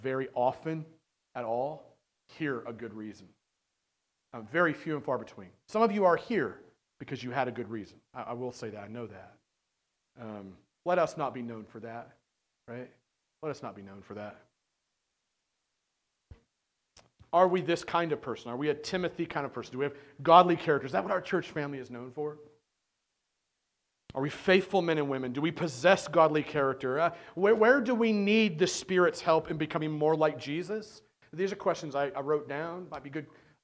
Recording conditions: large echoing room